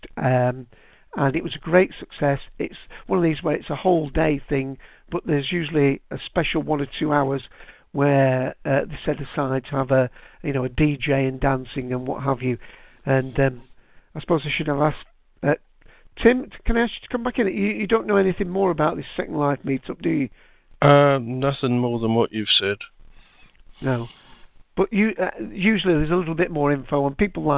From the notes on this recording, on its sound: calls in LIVE from Hurricane Who